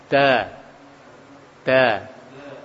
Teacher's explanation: Ujung lidah kena gusi, ya, da, lisan nempel ke gusi